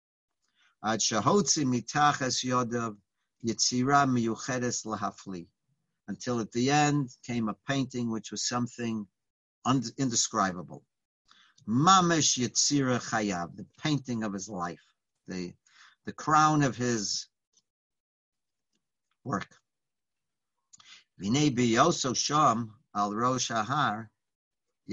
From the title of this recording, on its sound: Live On Zoom: 7-14-2020